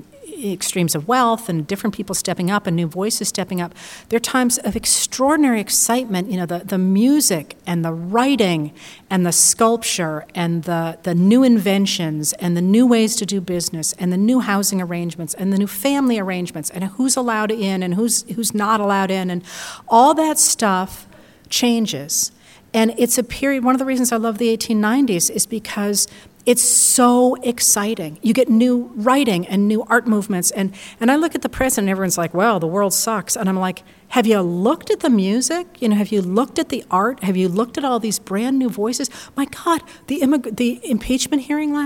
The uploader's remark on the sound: live series Writers on a New England Stage at the Music Hall in Portsmouth, NH